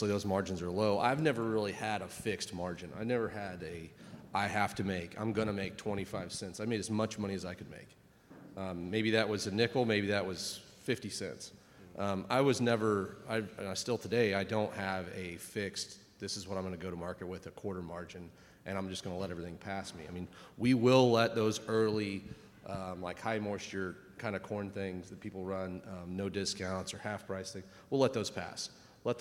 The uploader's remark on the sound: Live from CEC. This episode is a live recording of the panel.